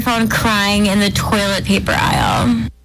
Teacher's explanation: listen to that vocal fry at the end of that delivery